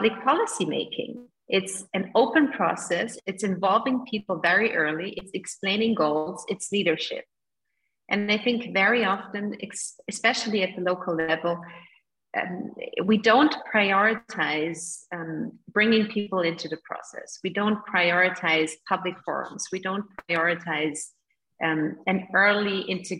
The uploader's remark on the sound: In this second event in a series of webinars co-organised by the IIEA and the European Parliament Liaison Office (EPLO) in Ireland, an expert panel of speakers discusses.